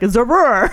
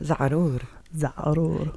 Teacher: It's a guttural A and then a rolling R and then a U and then another rolling R. · Shown in: second take